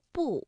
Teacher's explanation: 一原来呢是读第一声一，不呢原调是读第四声不